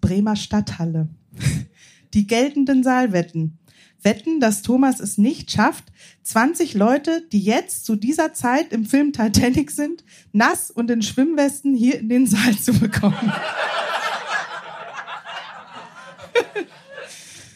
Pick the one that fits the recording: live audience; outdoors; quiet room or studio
live audience